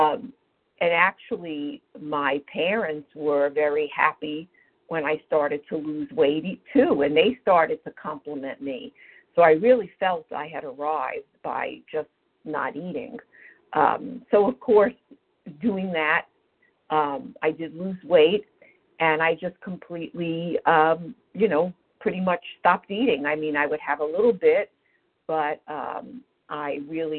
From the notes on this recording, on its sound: from the 100 Pounders Phone Meeting